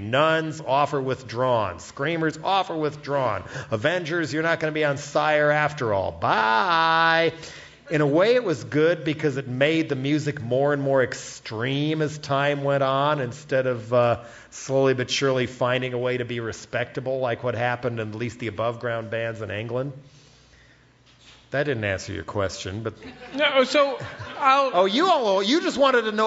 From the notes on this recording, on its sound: We talked with him at our live show in San Francisco.